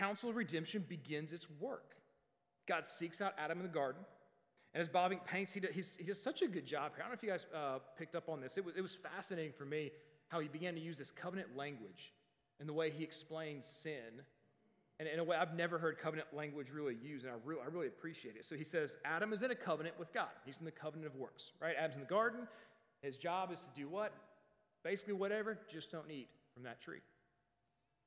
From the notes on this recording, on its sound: Sunday Worship Service - Live stream.